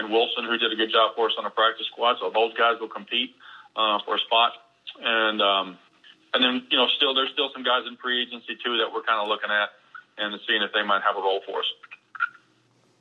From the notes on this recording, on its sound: conference calls with the Nashville media